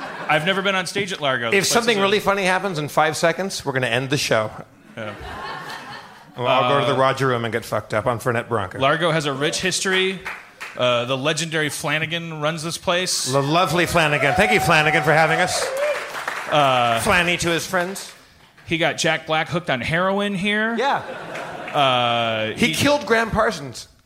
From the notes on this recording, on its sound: HARMONTOWN Live at Largo Coronet Theatre! (Presented in 128kbps Stereo).